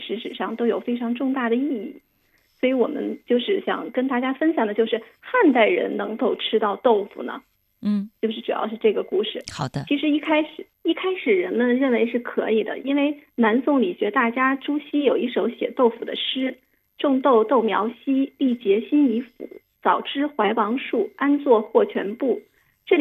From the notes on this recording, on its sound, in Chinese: 今日《轻阅读》电话采访本书责编